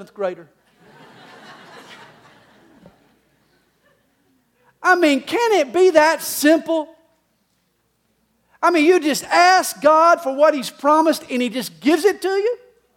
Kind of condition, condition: setting, live audience